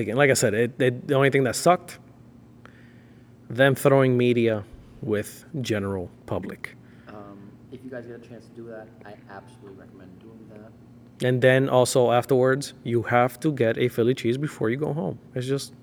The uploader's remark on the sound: We chatted on the show floor. Phili Auto Show!